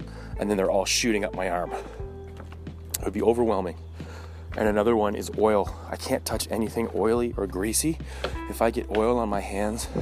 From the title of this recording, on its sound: Talking While Walking in the Woods.